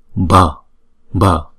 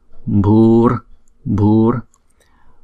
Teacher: Chữ B và chữ H chúng ta đọc nhiều hơi một chút, giống như chữ B nhưng mà nhiều hơi một chút.